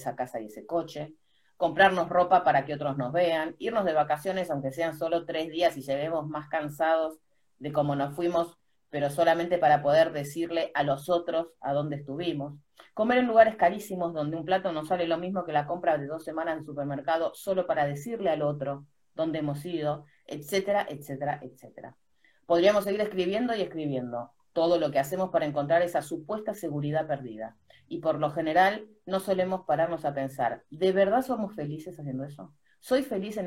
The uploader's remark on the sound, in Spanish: por IG Live